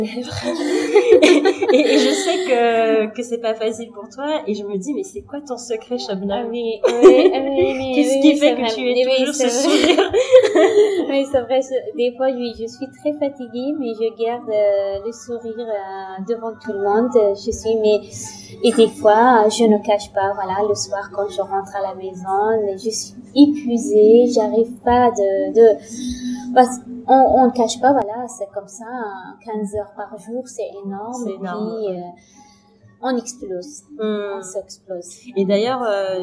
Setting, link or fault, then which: fault, background noise